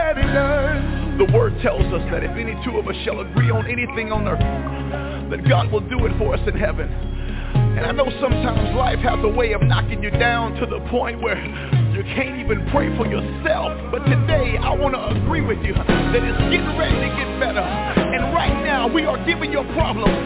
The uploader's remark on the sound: TNTSuperfantastic Conference Call